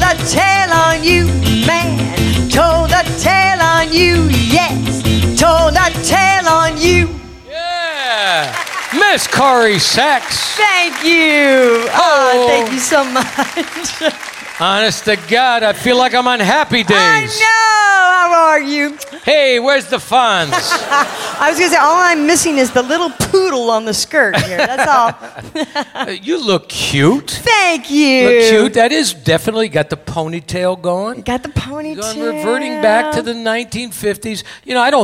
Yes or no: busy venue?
yes